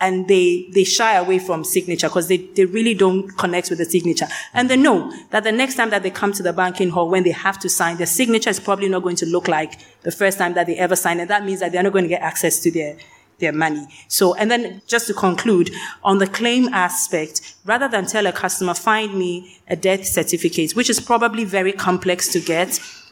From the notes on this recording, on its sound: The Future of Digital Financial Services was recorded live at the Africa Money & DeFi Summit - West Africa 2023, an Africa Tech Summit event. Panel session.